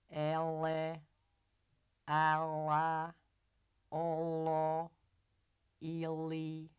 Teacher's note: Voiced alveolar lateral approximant, without friction, velarized. A dark L.